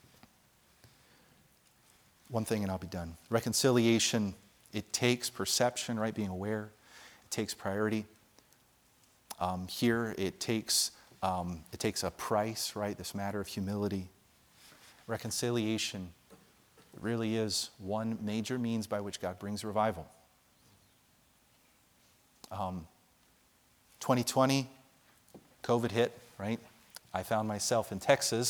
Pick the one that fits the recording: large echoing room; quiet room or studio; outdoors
large echoing room